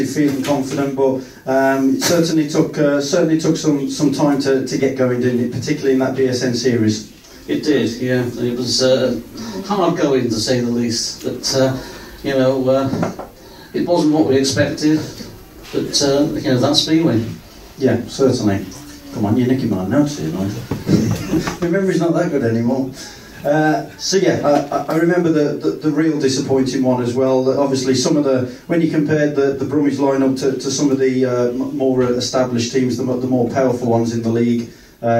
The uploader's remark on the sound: The full audio from the event recorded on 29.09.23 and recorded at The Aston Manor Cricket Club.